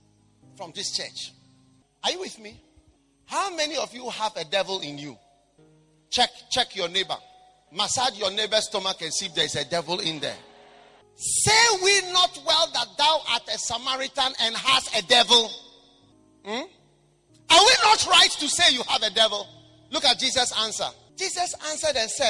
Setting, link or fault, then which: setting, large echoing room